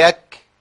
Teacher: لازم الكاف يطلع فيها نفس والا تنقلب للجيم على طول، لان الكاف والجيم بعد بعض على طول، يعني الكاف من اقصى لسان وبعديها الجيم على طول، جيم شين ياء.